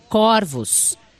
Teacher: no plural, a palavra corvos é pronunciada com o O aberto